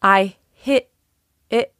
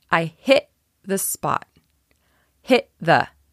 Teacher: the T on hit is a glottal stop, right? Because it is next to this other T or a consonant, and it will run directly into the TH that follows.